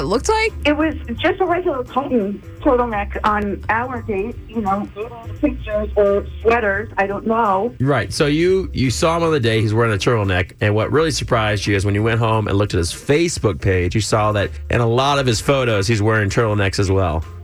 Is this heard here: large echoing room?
no